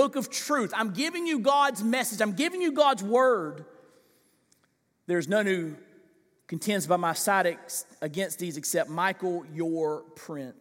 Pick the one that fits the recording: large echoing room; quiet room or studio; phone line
large echoing room